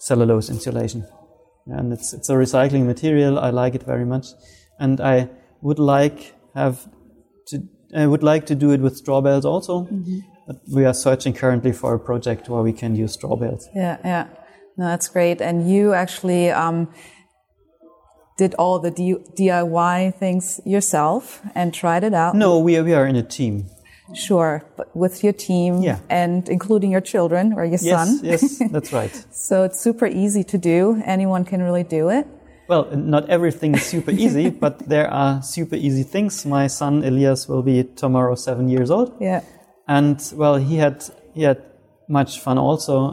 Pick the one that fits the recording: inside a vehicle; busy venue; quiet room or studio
busy venue